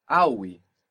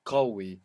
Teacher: awi, which is kawi in standard Arabic, and that kaf has become a hamsa. · Shown in: first take · So we have awi for very, which really means strong.